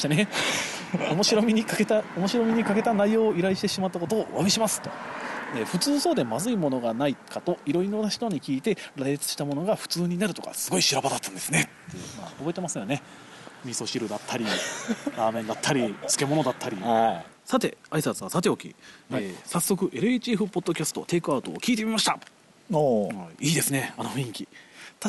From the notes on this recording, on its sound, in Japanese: だるまストーブを囲んでの野外ロケという、全く意味のない収録スタイルを取った今回。